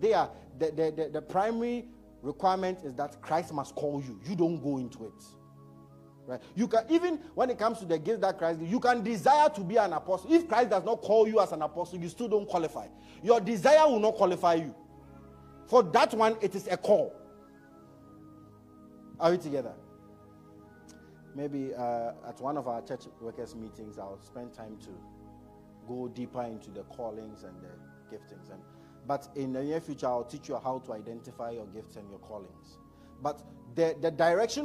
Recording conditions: large echoing room